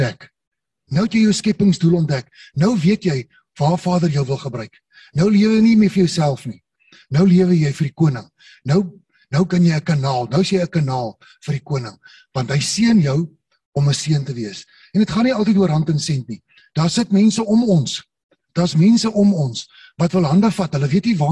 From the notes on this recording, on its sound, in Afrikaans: Manne van die Woord Zoom Byeenkoms 29 Maart 2022